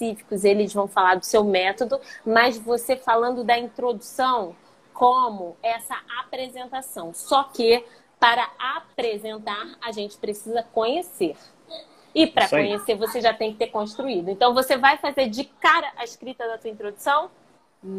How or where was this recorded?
video call